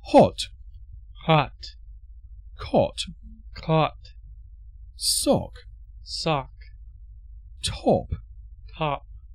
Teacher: In British English, the O sound is made with rounded lips, and in American, it is a much longer vowel sound that is similar to the pronunciation of the word arm.